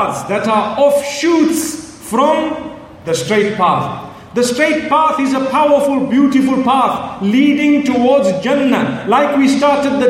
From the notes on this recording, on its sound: Connecting the Pearls Conference, Manila Philippines